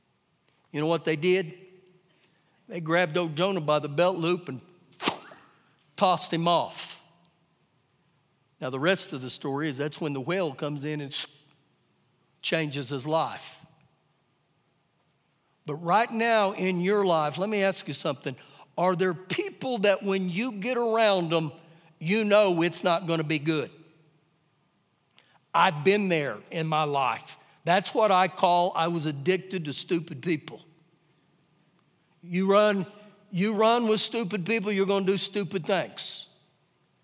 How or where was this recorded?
large echoing room